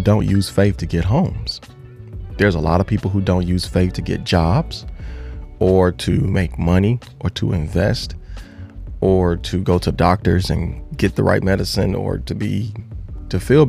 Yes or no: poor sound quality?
no